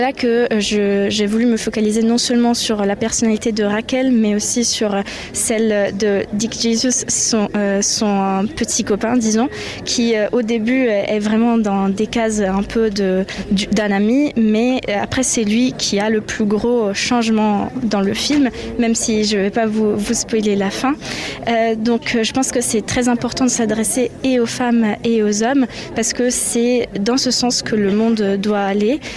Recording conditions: busy venue